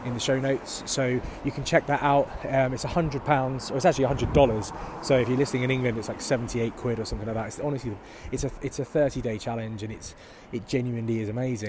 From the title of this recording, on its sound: Walk & Talk